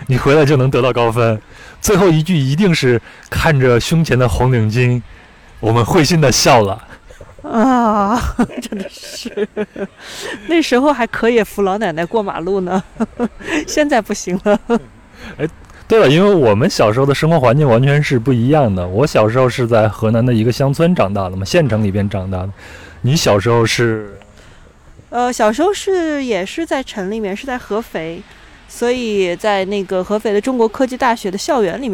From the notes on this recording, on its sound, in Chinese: 录制地点在北京房山区大石河畔，您能听到树上的蝉鸣、马路上的车声和不远处游泳的小孩子们的喧闹。